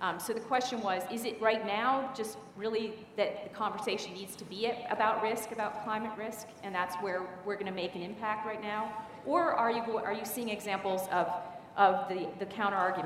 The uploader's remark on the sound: The best of live interviews from GreenBiz events.